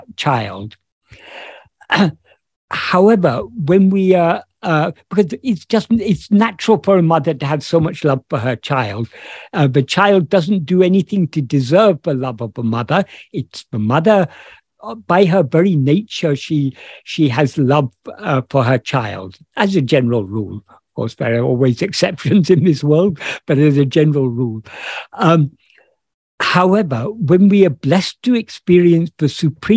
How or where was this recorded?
video call